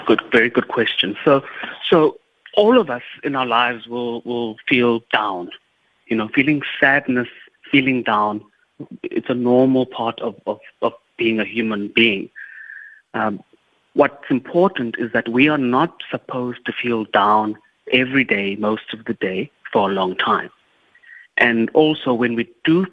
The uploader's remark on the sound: We are joined on the line.